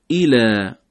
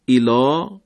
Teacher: حرف لام چون صفت استفال داره رقیق و نازک ادا میشه و میل به فتح پیدا میکنه · Shown in: first take · اله، اگر گفته بشه ایلا غلطه، اله مریم و روح منه.